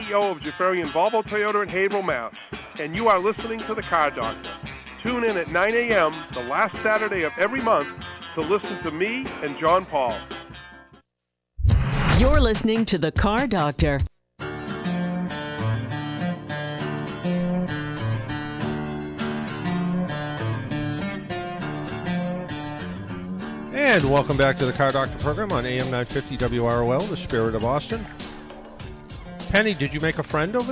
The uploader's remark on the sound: Live from a local Volvo dealership